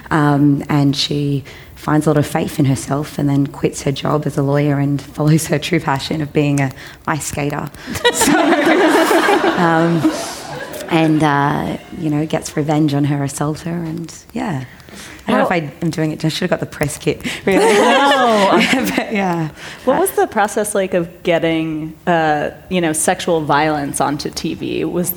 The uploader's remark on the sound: join the All About Women Festival live at the Sydney Opera House